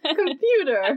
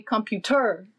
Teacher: in the word computer, what's the stressed syllable? It's the pew. · Shown in: first take